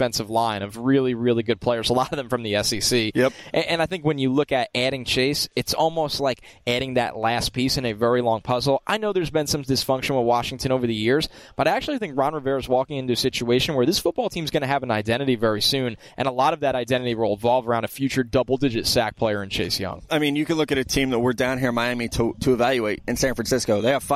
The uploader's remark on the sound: Live from Radio Row.